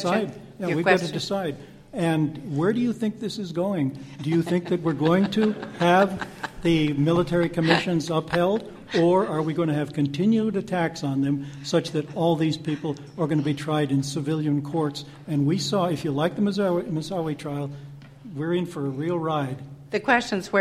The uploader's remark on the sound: The Federalist Society's Criminal Law Practice Group presented this panel discussion at the 2006 Annual National Lawyers Convention on November 16, 2006.